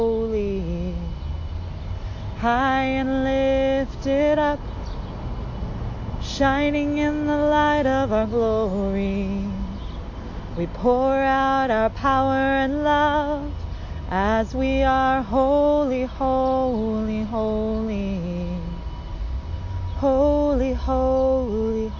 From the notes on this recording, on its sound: The volume of the audio rises and falls because of some background noise (I recorded in a park this morning).